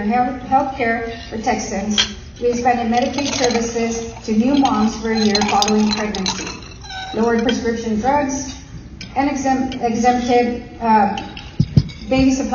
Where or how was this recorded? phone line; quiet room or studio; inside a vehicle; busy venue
busy venue